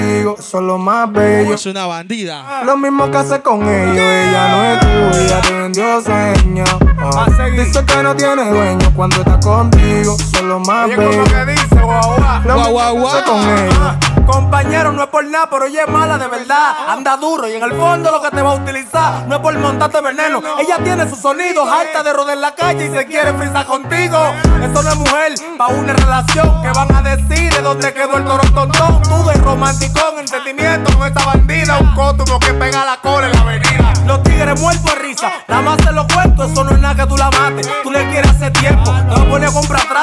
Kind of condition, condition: setting, busy venue